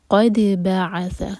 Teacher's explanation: دال پر قلقلہ، اور جب قلقلہ کریں تو دال لائٹ ہوگا. قد قاف کے لیے منہ بھر کر پڑھیں گے، لیکن دال پر ایسا نہیں ہوگا، دال لائٹ.